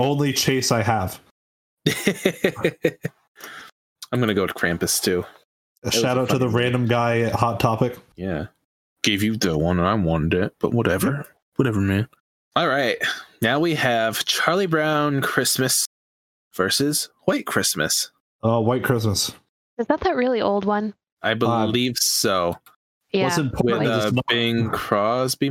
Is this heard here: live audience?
no